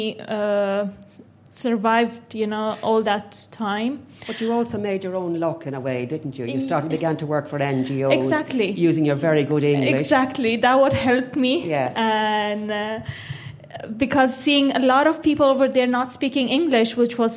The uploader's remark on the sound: we hosted a special live episode of the podcast at The Dean Hotel in Dublin